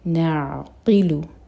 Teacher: عین ساکن پر تھوڑا ٹائم دیں تاکہ جھٹکا نہ ہو